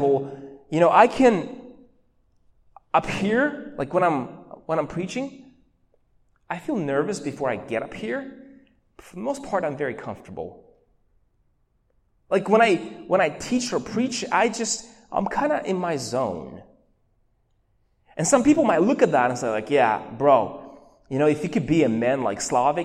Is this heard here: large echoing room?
yes